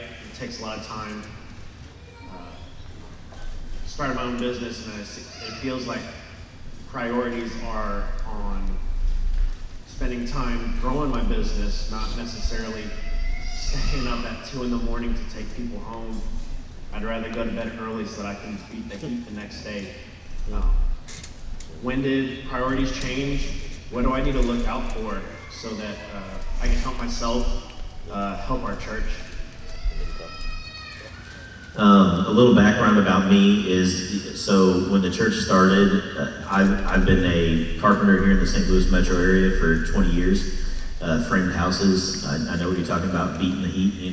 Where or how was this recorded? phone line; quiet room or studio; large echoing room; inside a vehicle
large echoing room